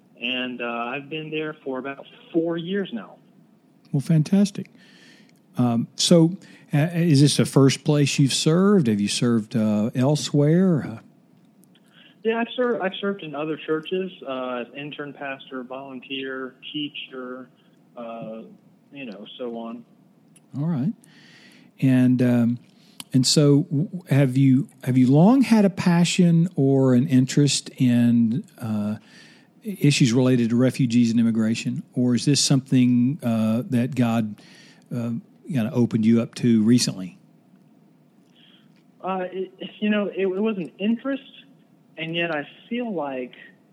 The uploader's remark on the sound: I talked on the phone